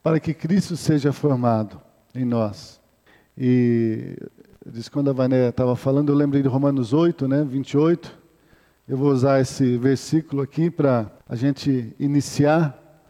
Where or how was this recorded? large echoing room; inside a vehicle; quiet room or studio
large echoing room